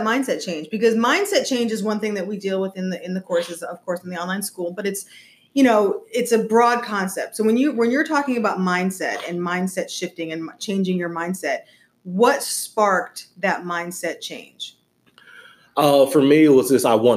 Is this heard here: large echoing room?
no